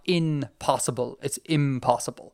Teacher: So like it's not impossible; it's impossible, because the p impossible is bilabial, and therefore the N in the prefix changes to be bilabial. It goes from in to im when tacked on to possible.